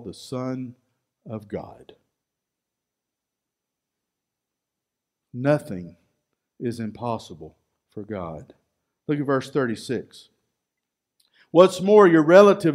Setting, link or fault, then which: setting, large echoing room